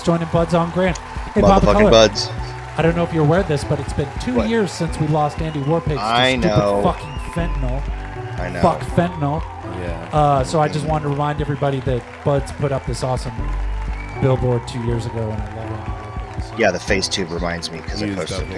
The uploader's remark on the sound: Filmed in front of a live Studio Audience.